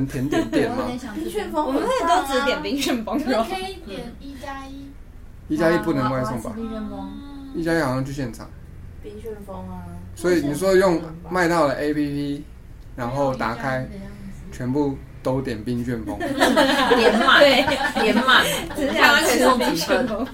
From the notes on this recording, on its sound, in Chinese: 結果收音檔案壞掉啦！